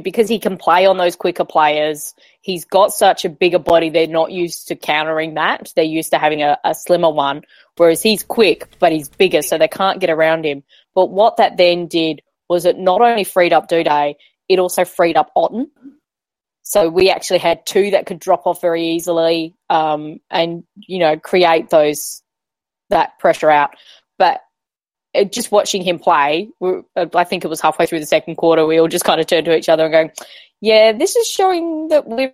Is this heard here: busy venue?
no